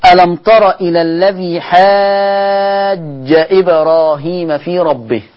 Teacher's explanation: الجيم تخرج من وسط اللسان، وهي حرف شجري من الحروف الشجرية. خلاص انتبهوا إلى الجيم، لأن مخرج الجيم مغلق، لأن لو اتفتح المخرج بتاع الجيم هتكاد تكون شين.